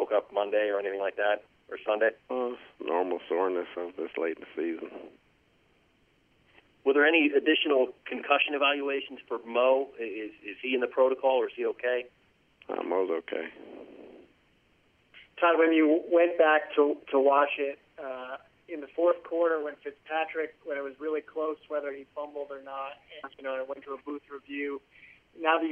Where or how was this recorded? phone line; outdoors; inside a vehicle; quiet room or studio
phone line